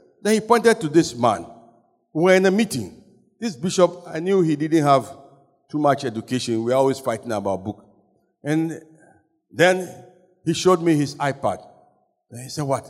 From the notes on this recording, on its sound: Sermon preached at CBC Shiashie